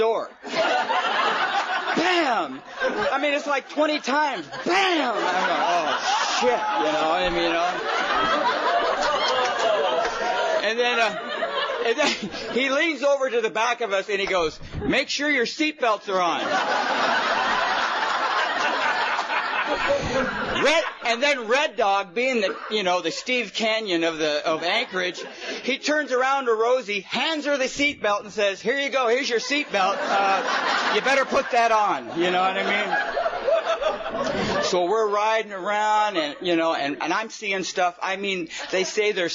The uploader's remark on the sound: The folks attending are very enthusiastic about him being there, however its an unknown meeting.